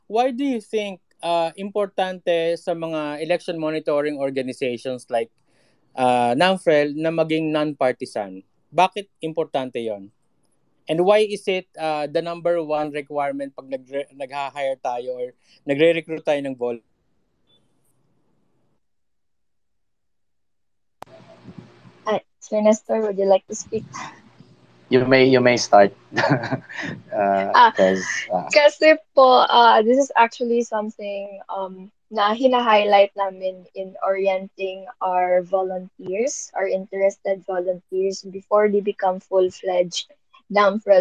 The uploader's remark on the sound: a live conversation we did over Twitter Spaces